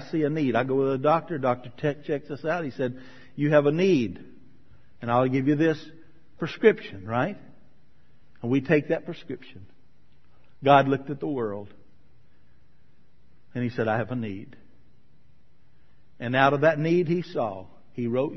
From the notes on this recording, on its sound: sermon from May 2013 at Marcus Pointe Baptist Church